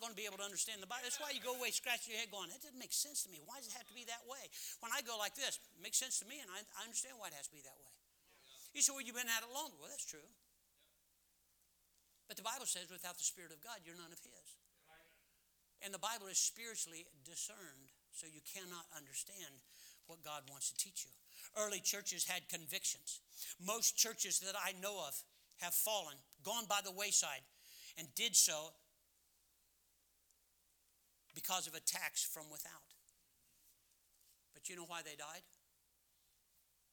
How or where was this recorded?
large echoing room